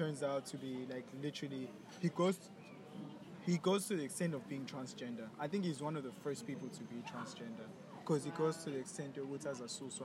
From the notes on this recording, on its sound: The conversation takes place outdoors in a famous road in Durban known as Florida.